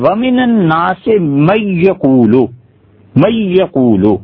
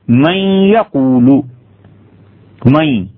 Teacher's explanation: ناقص کا مطلب ہے کہ تھوڑی سی نون کی آواز بھی رہے، غلنے کی آواز بھی رہے، ناک کی طرف سے کھینچنا چاہیے، اور اس کے بعد واو کی آواز تو آئے گی · Shown in: second take · آئے گی. تو وہ اس کو پڑھیں گے مَن یَقُولُ، مَن، اب فرق سمجھے آپ، مَن یَقُولُ کامل ادغام، مَن یَقُولُ ناقص ادغام. · Term: ادغام ناقص